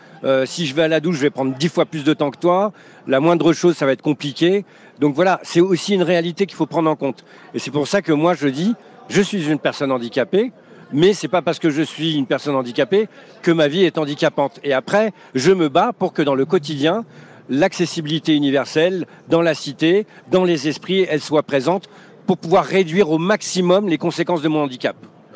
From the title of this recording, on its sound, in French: En direct du SIA